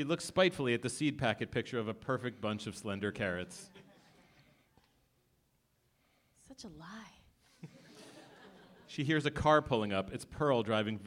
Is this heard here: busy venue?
yes